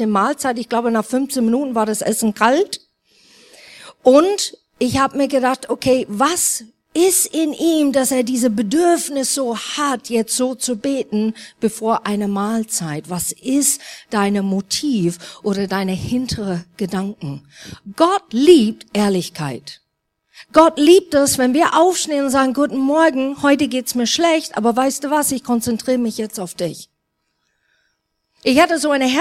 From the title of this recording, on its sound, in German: Neujahrsgottesdienst